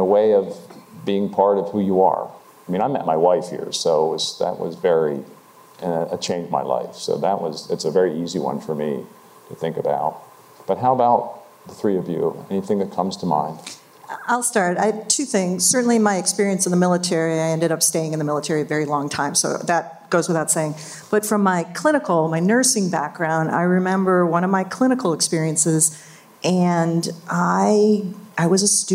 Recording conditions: live audience